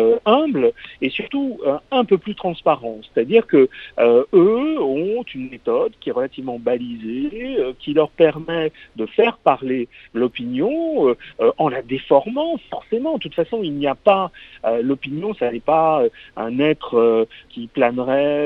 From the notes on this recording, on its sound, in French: Il est au téléphone